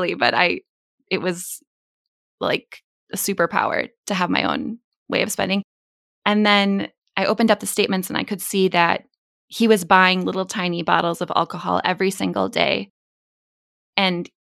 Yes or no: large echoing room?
no